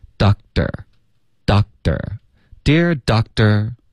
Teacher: Doctor 这个字呢，科的音啊、肯定会省略的，然后会有一个干脆的停顿。